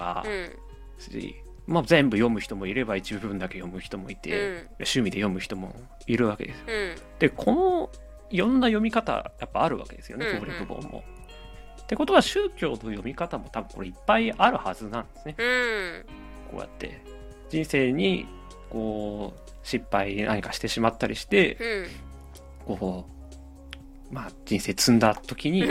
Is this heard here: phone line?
no